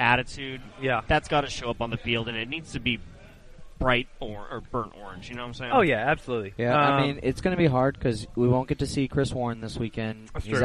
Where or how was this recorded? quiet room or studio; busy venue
busy venue